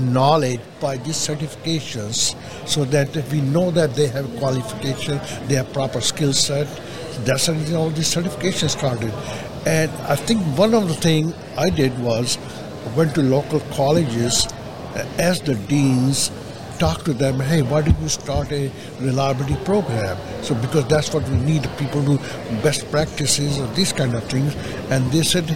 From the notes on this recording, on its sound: Industry professionals at Accruent User conference in Nashville.